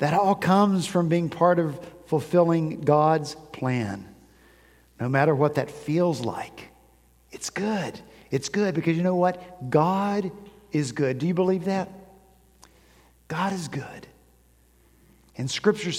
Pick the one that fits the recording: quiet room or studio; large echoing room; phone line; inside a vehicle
large echoing room